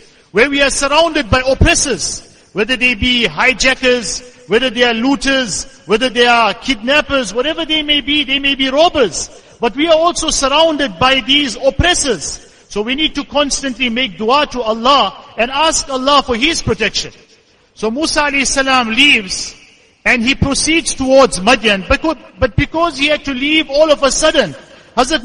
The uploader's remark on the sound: Jumuah lecture